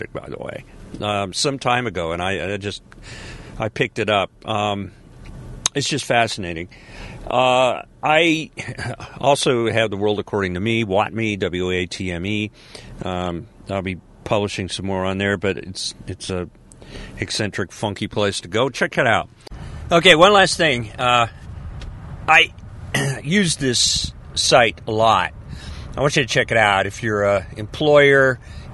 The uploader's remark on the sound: This is a podcast from the car. Of course, ending at Publix.